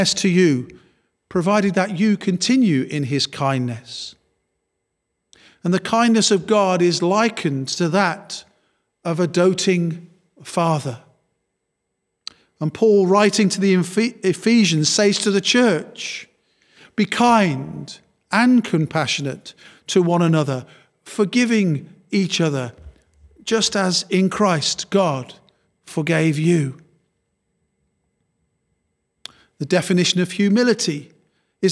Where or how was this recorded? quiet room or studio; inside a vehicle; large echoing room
large echoing room